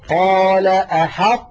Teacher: نطقت الآن أنا طاء ساكنة غير مقلقلة وبقي المخرج مطبقا، أحطت وفتحته على تاء.